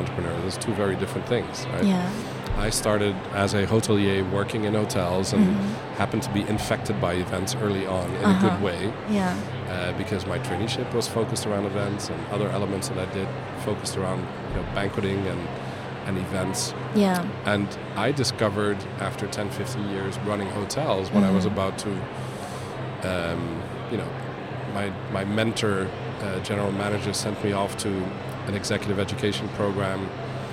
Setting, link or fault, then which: setting, busy venue